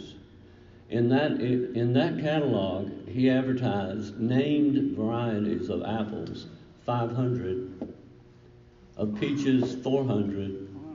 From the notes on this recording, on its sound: This lecture was presented to the Garden Club of South Carolina, Inc at the West Sandhills District Meeting, Tuesday, March 12, 2019.